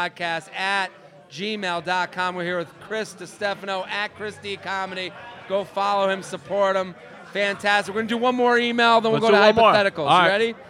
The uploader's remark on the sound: comes LIVE from Hair Of The Dog